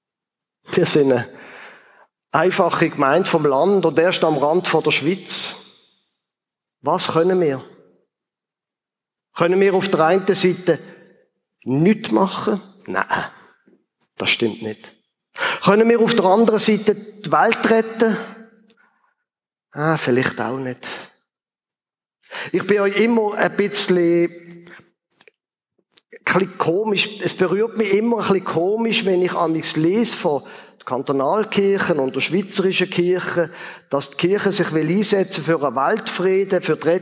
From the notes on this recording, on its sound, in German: Ausschnitt aus dem Ziitfenschter-Gottesdienst vor der Kirchgemeinde-Versammlung